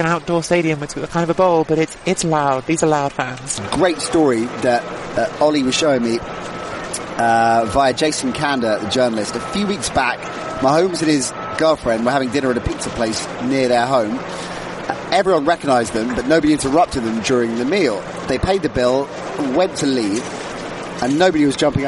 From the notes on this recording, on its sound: Live from the Hard Rock stadium only moments after the Kansas City Chiefs had won Super Bowl 54.